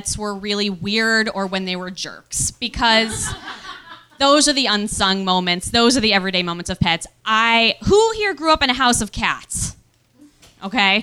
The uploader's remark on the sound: Recorded live at Q.E.D. In Astoria, Queens, New York, U.S.A.